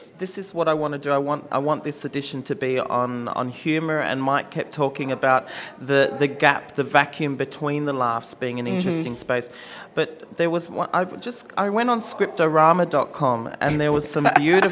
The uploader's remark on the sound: We broadcast live from Artspace for Volumes: Another Art Book Fair. Live broadcast from Artspace for Volumes: Another Art Book Fair.